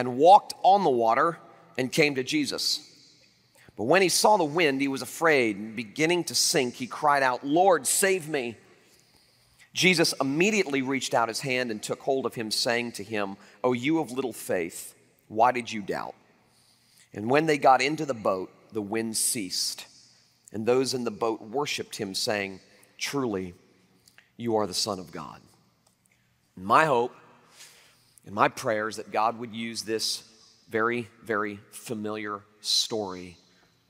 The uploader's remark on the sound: Liberty University Convocation, 2012